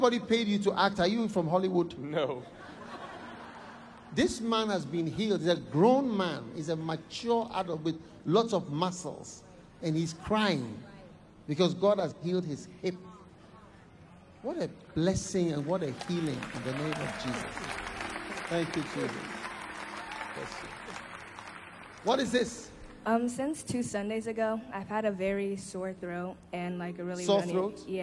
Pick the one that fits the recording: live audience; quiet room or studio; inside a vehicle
live audience